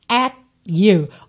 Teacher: Olha esse T do at vindo só para encerrar o som da vogal A